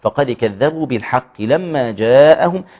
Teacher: فقد كذبوا بالحق لما جاءهم، نخلي بالنا في غنة الميم في لما، ونخلي بالنا في المد المتصل أربع حركات ما تقصره ليش وتروحي لي لما جاءهم فسوف.